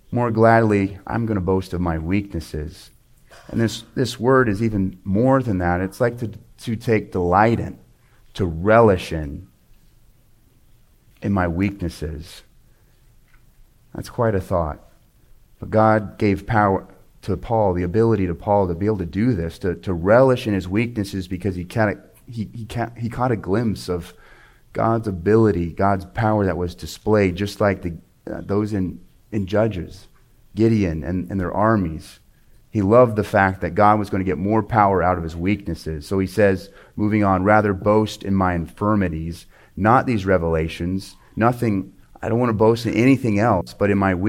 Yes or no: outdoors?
no